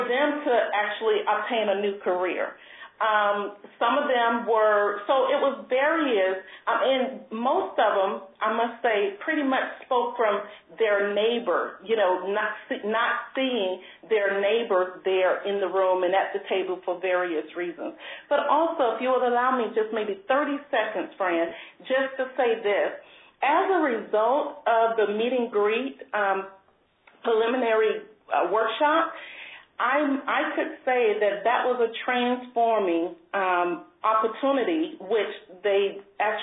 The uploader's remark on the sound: an hour-long conference call